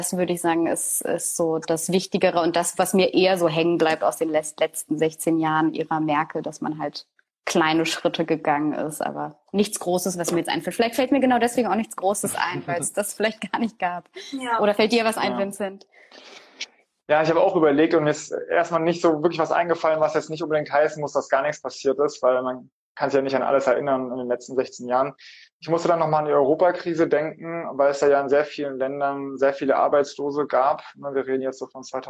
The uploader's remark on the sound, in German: weil wir ein Insta Live mit dem Kanal ZusammenZukunft aufgenommen haben